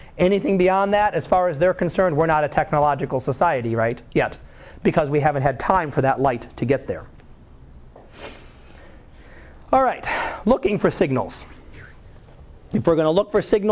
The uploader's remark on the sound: Live Class Lecture